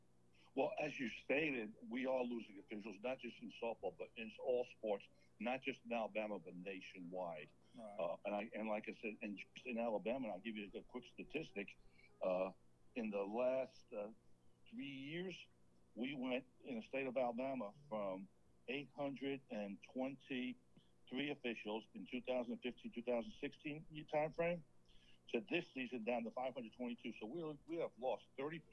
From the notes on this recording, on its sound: Guest for show by phone